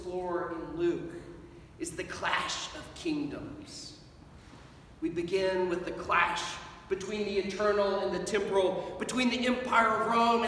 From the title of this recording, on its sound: Sermon at Holy Trinity Anglican Church on the First Sunday in Advent 2021